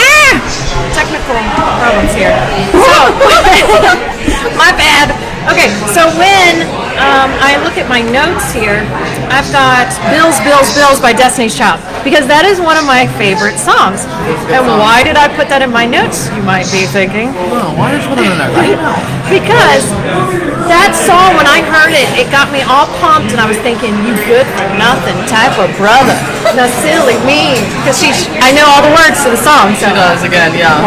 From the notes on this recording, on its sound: LIVE at Molly Malones in Covington, KY